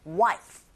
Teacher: wife 끝소리 내지 마시고 I 부분에 강세를 주세요